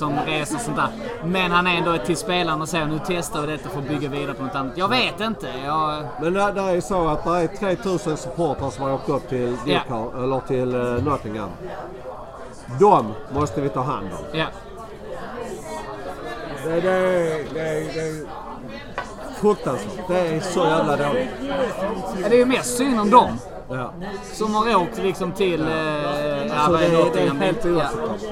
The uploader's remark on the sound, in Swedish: I andra delen så hade vi en open mic på Arsenal Malmös vårfest.